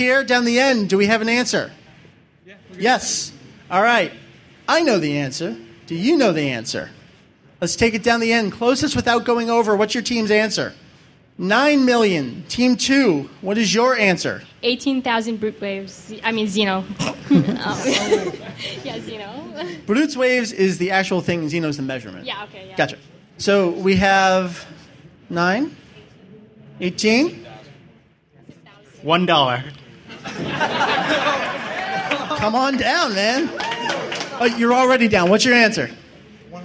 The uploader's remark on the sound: Record live at AnimeNEXT 2007! The DBZ Variety Hour was an hour-long panel filled with gameshow goodness, questions, prizes galore, and lots of fun fandom reminiscing from the participants.